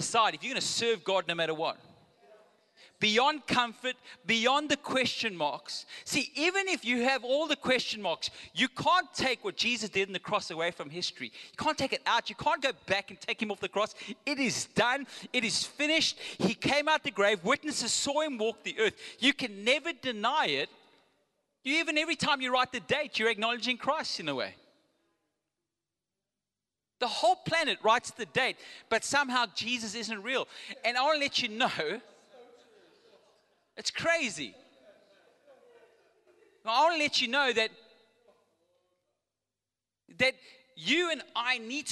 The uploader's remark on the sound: Recorded live on Sunday the 9th October 2022